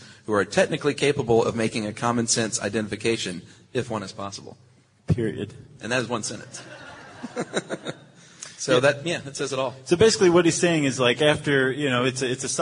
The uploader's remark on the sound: SYSK Live from SXSW. Ditch the studio and head west -- south by southwest, in fact -- to record a live podcast in Austin, Texas.